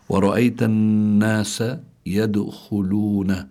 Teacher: هون الدال ساكنة وهي من حروف قطب جد، فلابد من إظهار القلقلة، لكنها ليست القلقلة هنا ليست بقوتها إذا كانت في آخر الكلمة عند الوقف.